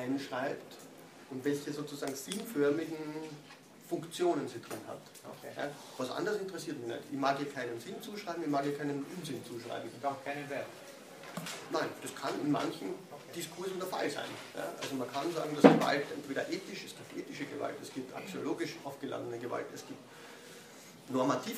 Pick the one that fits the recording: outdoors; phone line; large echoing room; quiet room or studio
large echoing room